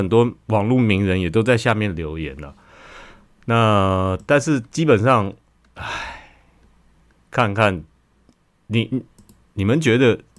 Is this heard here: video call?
no